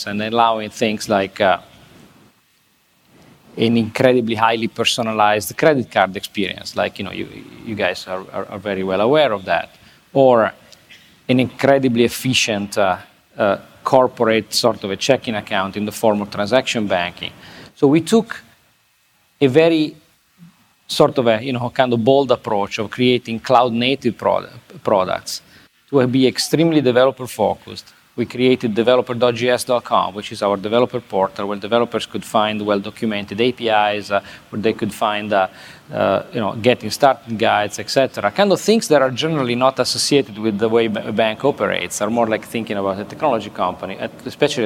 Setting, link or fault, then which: setting, busy venue